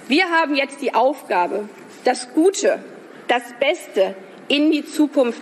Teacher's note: eines der hervorstechendsten Merkmale hier ist der noch weiter expandierte Tonhöhenumfang